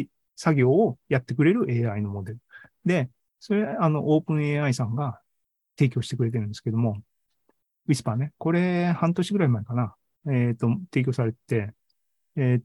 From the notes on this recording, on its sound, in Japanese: ２０２３年４月２６日に開催した ZOOMライブの模様です